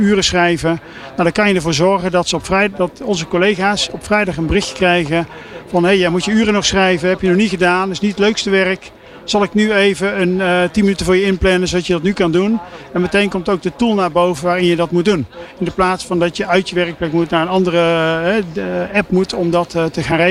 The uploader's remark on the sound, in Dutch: De Remote Working Summit op New Business Radio 2023. Live-verslag van de Remote Working Summit.